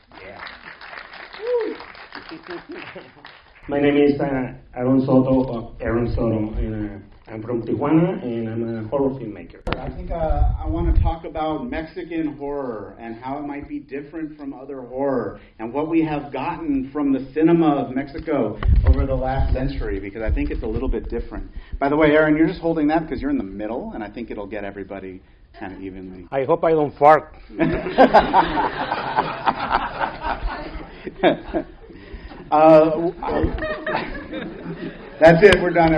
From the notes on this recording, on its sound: Panel at Horrible Imaginings. Horrible Imaginings Film Festival 2015 has come to an end. To join me on the stage.